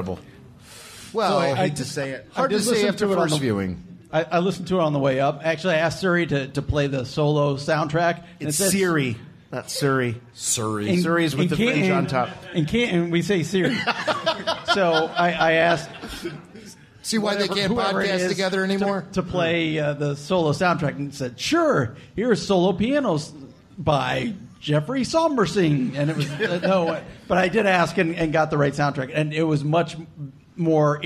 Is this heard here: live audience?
yes